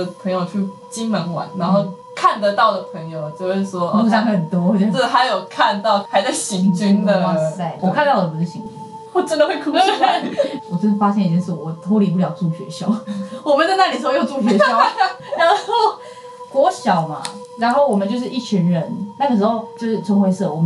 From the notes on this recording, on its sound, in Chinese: 本集收音有點小小的狀況，所以墊了音樂，但是有意外的聽覺效果。